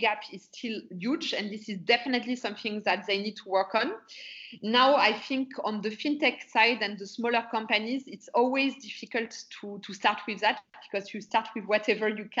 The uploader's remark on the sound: is joined over Skype